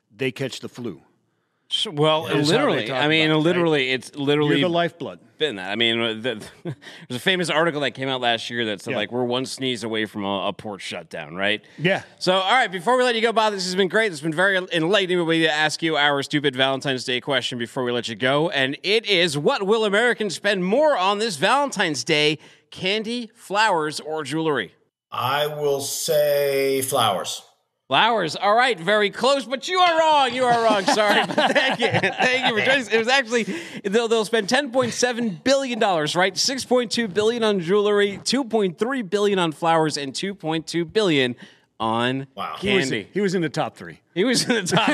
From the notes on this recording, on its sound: coming to you live from day one of Global Supply Chain Week